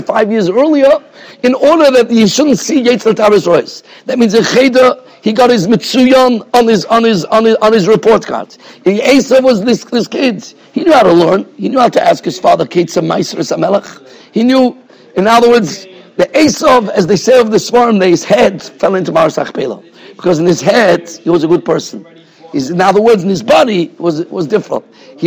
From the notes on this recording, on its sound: Shiur recorded in Yeshivas Ohr Reuven, Monsey, NY.